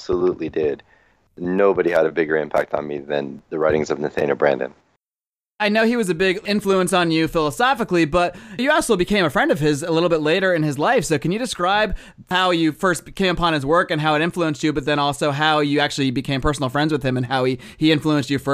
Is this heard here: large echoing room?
no